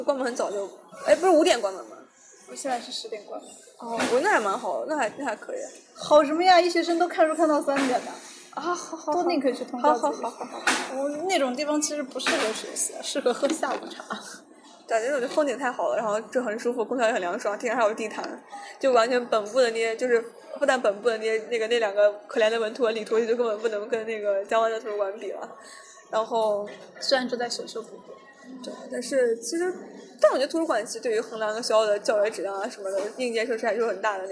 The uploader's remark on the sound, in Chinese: 在外滩谈复旦（多背景噪音）。所以这起节目就顺势在外滩的一家咖啡馆里面录音啦。